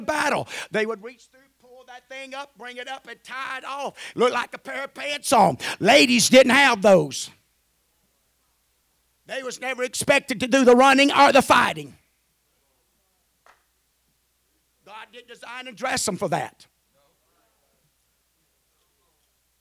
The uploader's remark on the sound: At the First Jesus Name Church of Benndale.